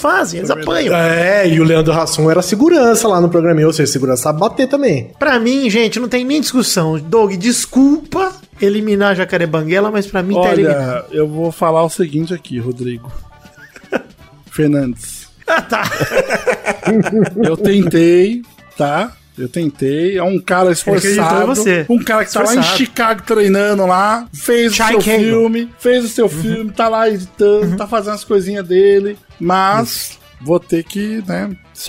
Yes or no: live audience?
no